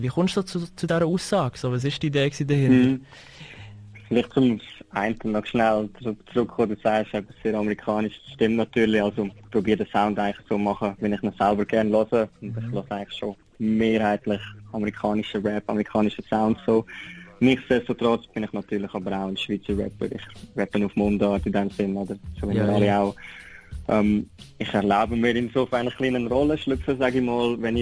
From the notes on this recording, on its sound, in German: Telefoninterview by Radio 3FACH.